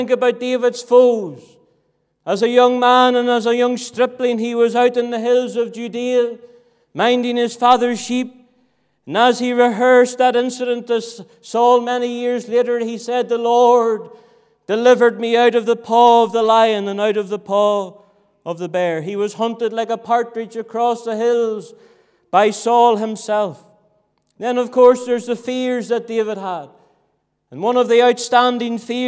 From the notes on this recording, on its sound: This audio was recorded at the Lifeboat Fellowship, Grange Corner, Moy.